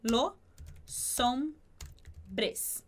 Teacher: como a palavra hombres começa com H, o H não tem som, então a gente vai conectar o S de los com o de hombres. Vai ficar los hombres.